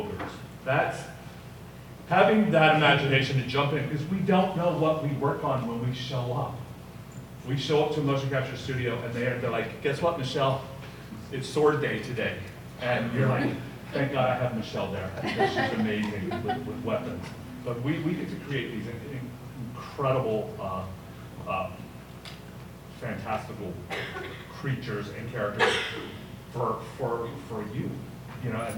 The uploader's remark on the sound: This Live panel at the 2018 LA Comiccon